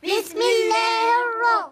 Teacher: راء شدة وفتحة مفخمة